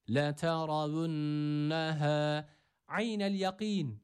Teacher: Leteravunneha kelimesindeki ra burada yine kalın okunması gerekiyor. A sesini veriyoruz.